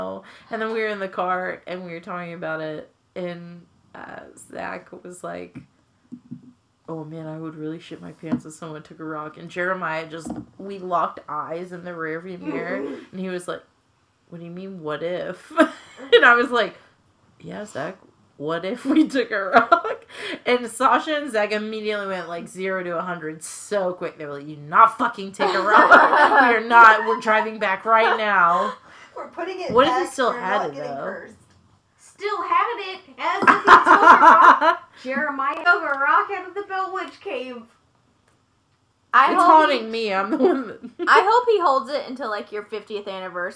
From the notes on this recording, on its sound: The sound isn’t great, and there is a lot of laughing.